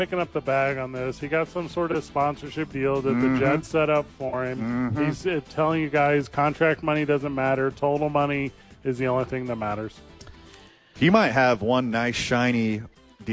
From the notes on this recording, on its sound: Live from Dreamstyle Remodeling helping the homeless.